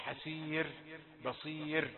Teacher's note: الراء هنا حكمها أنها مرققة لأنها بعد كسرة أو بعد ياء ساكنة